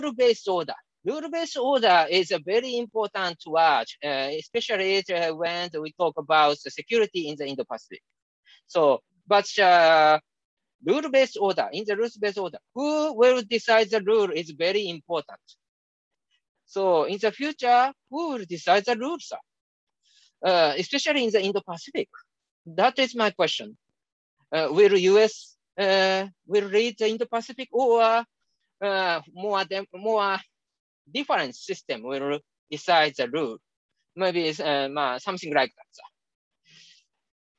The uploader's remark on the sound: Zoom and Facebook Live